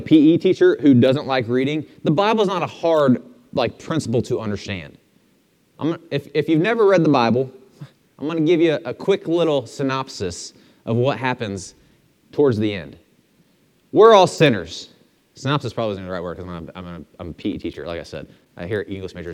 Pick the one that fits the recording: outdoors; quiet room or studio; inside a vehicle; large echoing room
large echoing room